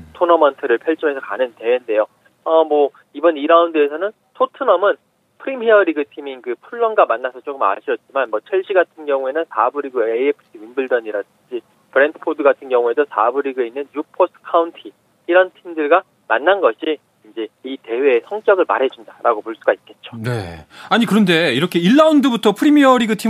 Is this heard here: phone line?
yes